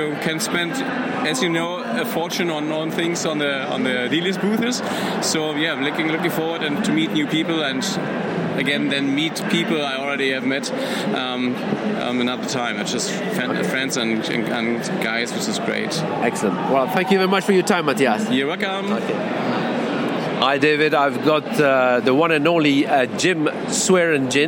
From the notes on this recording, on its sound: Coming to you live, from Star Wars Celebration London! The Exhibition Centre London opened its doors to Star Wars fans from around the world, for the latest multi-day Star Wars convention. Through the live reports of the Star Wars collectors and friends who attended the unforgettable weekend!